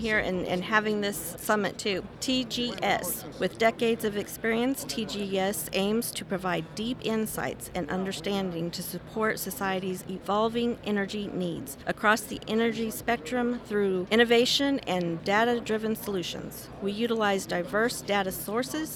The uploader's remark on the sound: bringing you insights straight from the energy heartbeat at the NAPE Summit in Houston